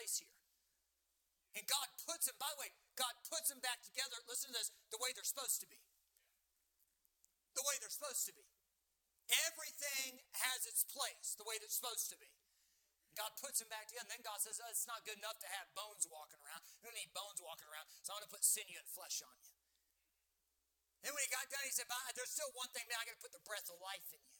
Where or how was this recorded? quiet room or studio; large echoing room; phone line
large echoing room